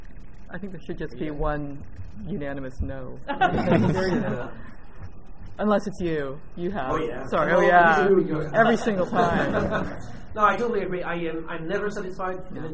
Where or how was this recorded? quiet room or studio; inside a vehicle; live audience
live audience